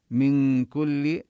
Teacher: هنا النون حكمها الإخفاء قبل الكاف